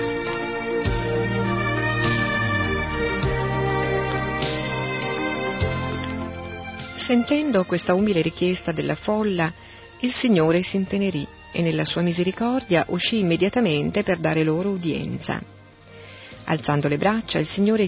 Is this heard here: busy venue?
no